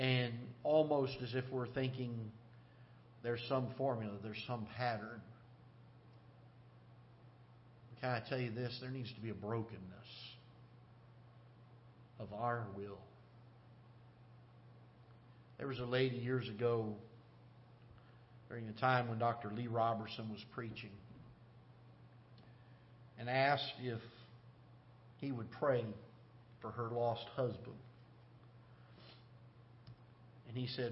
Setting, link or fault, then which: setting, large echoing room